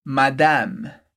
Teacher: Isso, presta atenção que não tem o som nasal, a gente não diz madame, mas madame. Duas vezes esse som do A bem aberto.